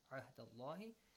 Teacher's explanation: The letter lam in the word Allah is pronounced heavily.